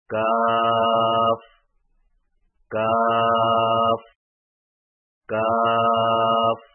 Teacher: کاف کی ادائیگی میں زبان کی جڑ کو کوے کے قریب تالو پر لگا کر باریک آواز میں پڑھیں